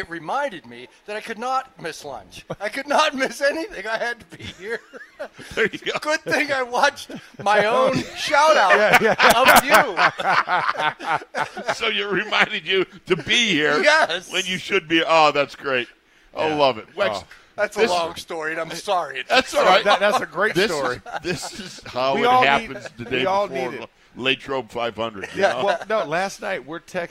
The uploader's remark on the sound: ITL Live from Steelers Camp Day 15